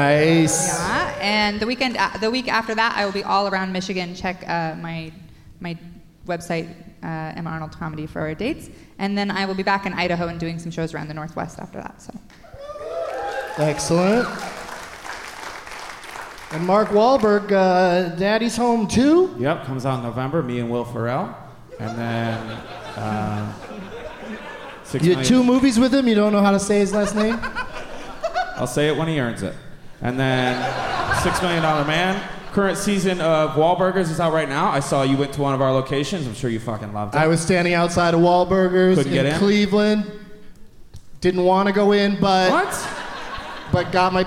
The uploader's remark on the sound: Live from the 208 Comedy Fest in Boise